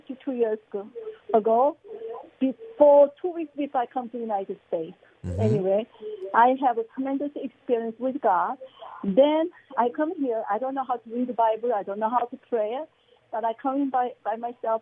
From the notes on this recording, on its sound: Asks his listeners to call in and give perspective on their interest in the bible.